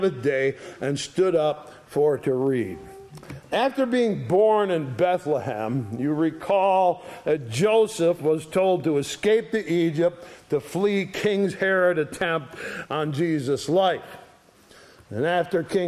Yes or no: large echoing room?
yes